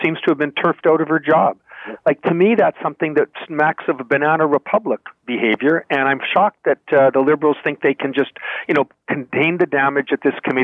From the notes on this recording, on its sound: the best callers of the week